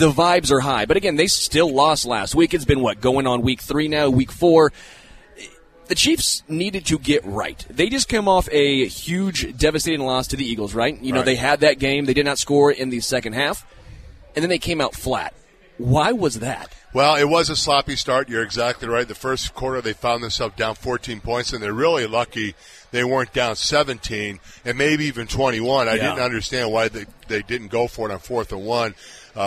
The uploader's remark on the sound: LIVE from Hollywood Casino!